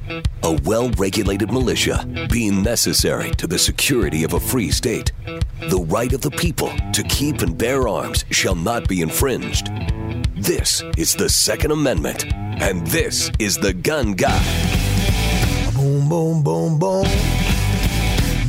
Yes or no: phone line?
yes